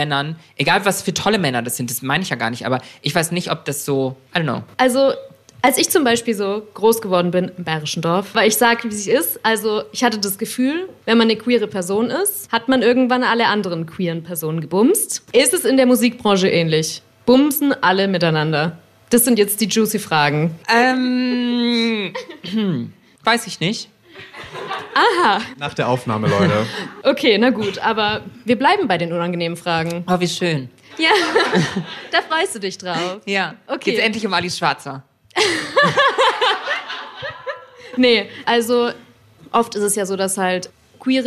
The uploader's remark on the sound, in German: Live-Podcastfolge. LIVE vom PULS Festival 2023!